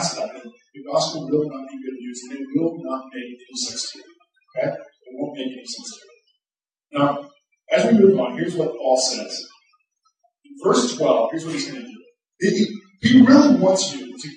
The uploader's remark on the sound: Due to technological difficulties, this week's recording doesn't have the same quality as a normal week.